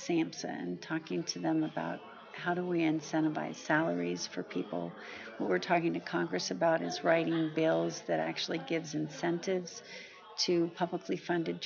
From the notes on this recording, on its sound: at the 45th Annual TAAP Conference in September 2019